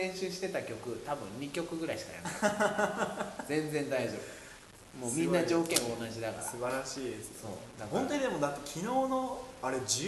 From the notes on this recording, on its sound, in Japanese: イベントの空き時間に収録